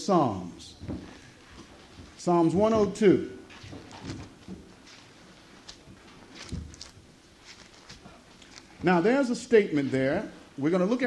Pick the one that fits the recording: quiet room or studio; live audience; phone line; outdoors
live audience